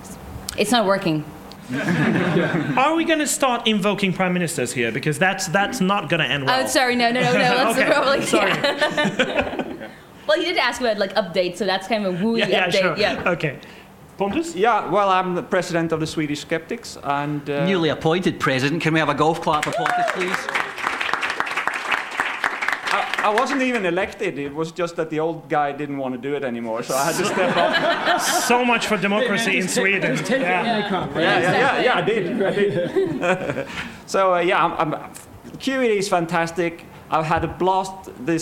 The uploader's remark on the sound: QED Live Recording. This episode is the first of its kind as it is the live recording from QED 2018 that happened in Manchester in the middle of October.